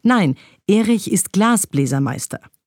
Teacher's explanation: Glas hat die stärkste Intensität und Meister die Halbschwere. · Term: Vollschwere